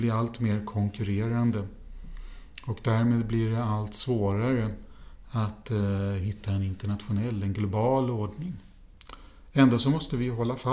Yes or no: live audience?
no